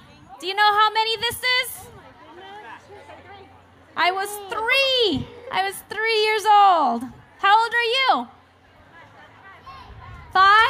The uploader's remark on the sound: on the Family Storytelling Stage at the 2012 Library of Congress National Book Festival